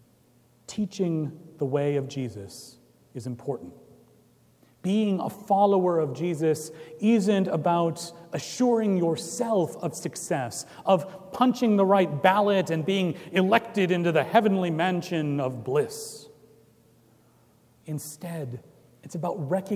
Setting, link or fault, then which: setting, large echoing room